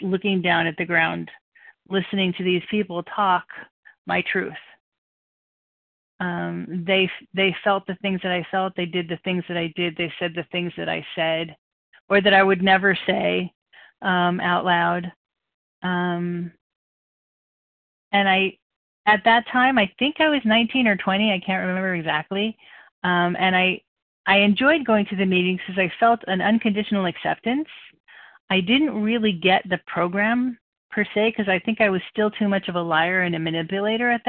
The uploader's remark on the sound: from the 100 Pounders Phone Meeting, 5/2/23